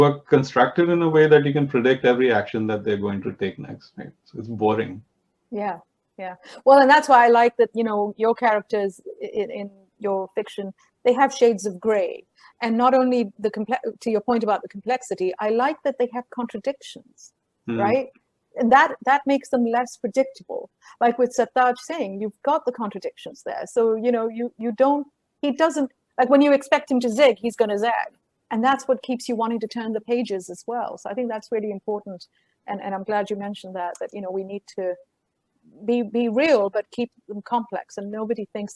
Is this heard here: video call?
yes